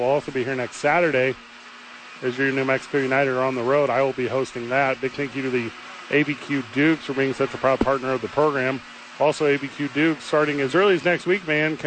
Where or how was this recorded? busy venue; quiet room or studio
busy venue